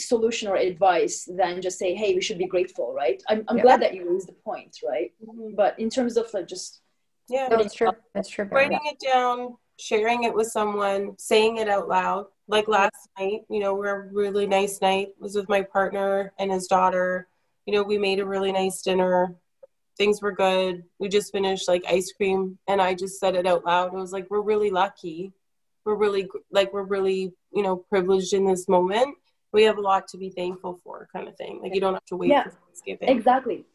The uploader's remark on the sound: Editing our zoom podcast.